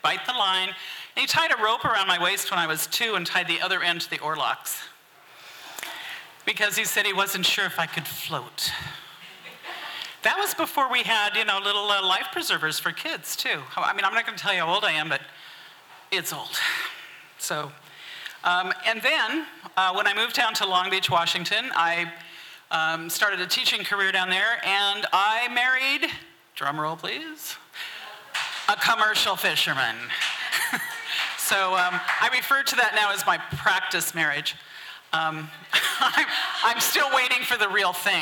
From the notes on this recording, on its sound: 2023 FPG-Ten Fifteen Theater-Saturday Night-First Set. This recording was made on Saturday, February 25th, 2023, at the Ten Fifteen Theater in Astoria, OR as part of the FisherPoetry Archive Project.